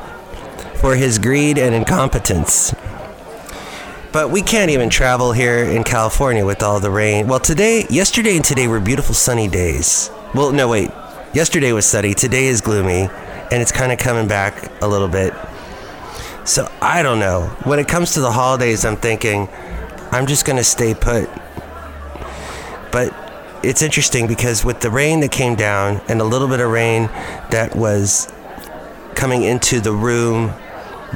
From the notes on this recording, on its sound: podcast live from Cafe Anyway